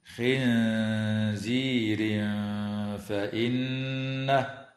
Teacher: ويخفى عند الفاء مع الغنة مرققة في قوله تعالى خنزير فإنه